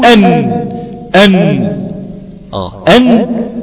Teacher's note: حرف النون لما انت بتيجي تخرجه بيحصل ان طرف اللسان يقابل منطقه ما فوق الثنايا أو ما فوق أصول الثنايا العليا، هو ده ما يقابله من الحنك الأعلى.